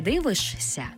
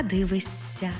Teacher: Також пишемо «жся», а вимовляємо «ся». · Shown in: second take · Наприклад, не «дивишся», а «дивися».